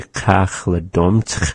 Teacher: we're ending on that ch, which is at the back of the mouth · Term: X sound